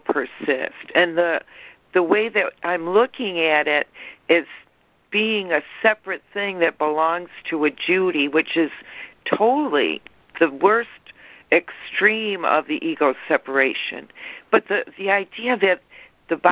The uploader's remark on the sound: ACIM Daily Conference Call.